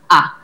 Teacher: La nostra A italiana ha questo suono qua, A, ha la lingua rilassata al centro della nostra bocca